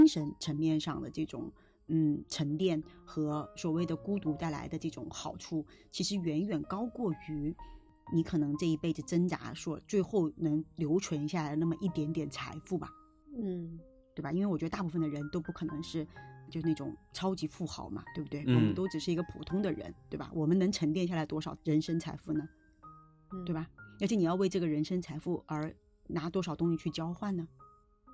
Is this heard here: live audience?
no